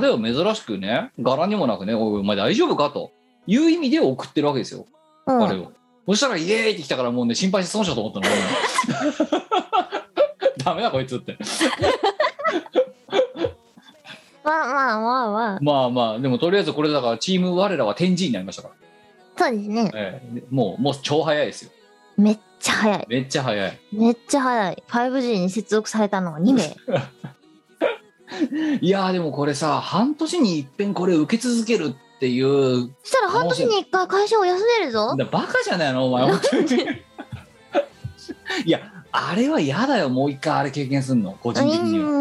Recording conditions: video call